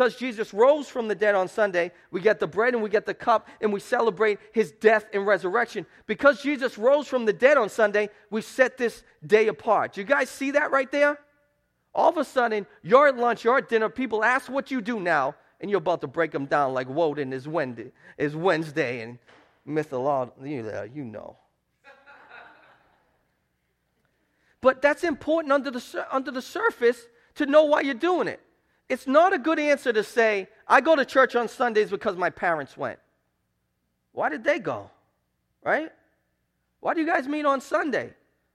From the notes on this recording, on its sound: Preached at Restoration Road Church on April 30, 2017. 4 Oak Street in Wakefield, MA.